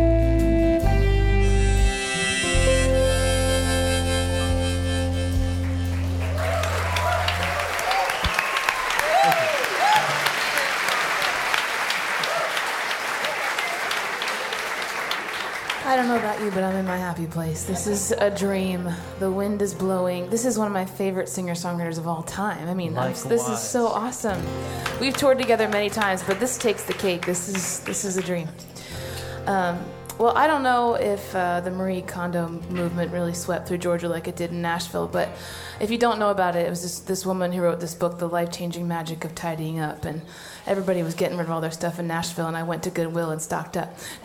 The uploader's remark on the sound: Live in Concert. Recorded on a perfect summer night in Alpharetta, Georgia.